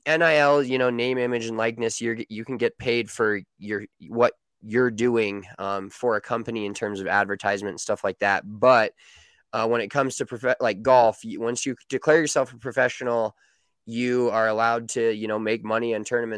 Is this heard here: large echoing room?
no